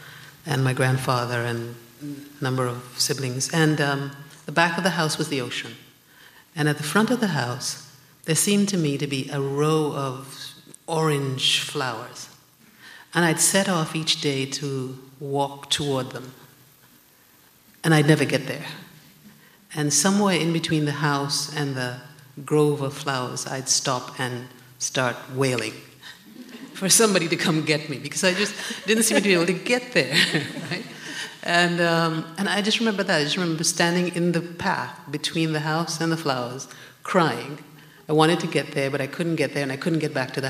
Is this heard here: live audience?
yes